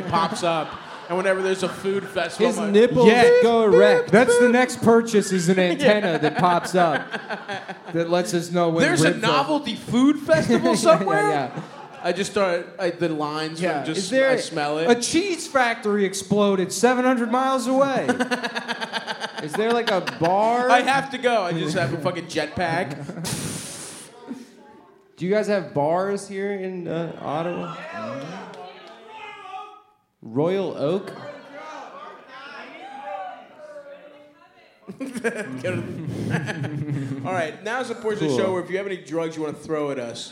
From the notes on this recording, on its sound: Otowa 2019 (Live Show).